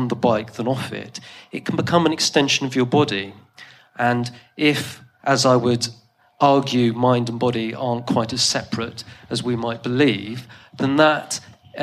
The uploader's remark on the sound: Today’s episode features another Philosophy salon recorded live pre-Covid at St George’s in Bristol.